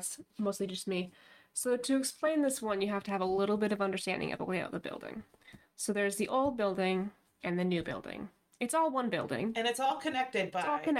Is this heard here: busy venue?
no